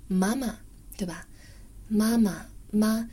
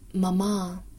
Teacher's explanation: 这个啊是非常靠前的一个啊，妈妈，但是英文中是妈妈后元音哈